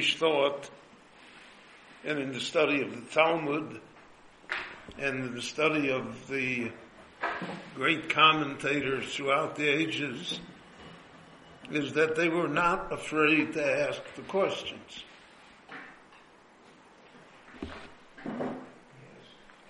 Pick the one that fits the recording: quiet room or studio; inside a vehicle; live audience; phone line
live audience